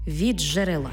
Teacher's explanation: «Ди» і «джи» утворюється «джи». Пишемо «від джерела», вимовляємо «від джерела».